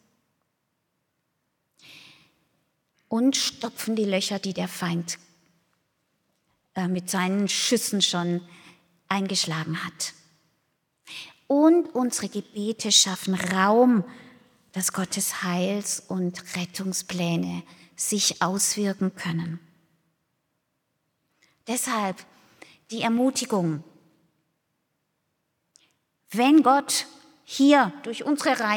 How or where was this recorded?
large echoing room